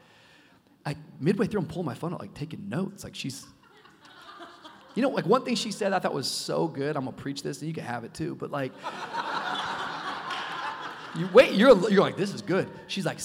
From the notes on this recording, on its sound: Live from Zoe Conference 2022. For a live leadership discussion at Zoe Conference 2022.